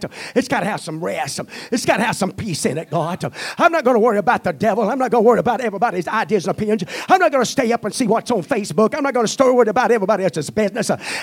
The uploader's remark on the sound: at the First Jesus Name Church of Benndale on the Wednesday night of 1 - 31 - 2023